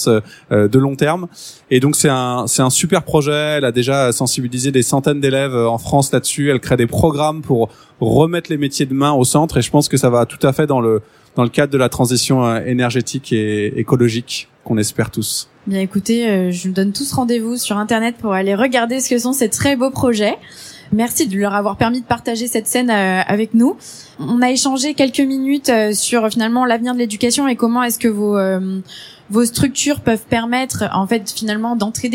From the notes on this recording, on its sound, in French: Enregistrée le 02/12 à Paris Expo Porte de Versailles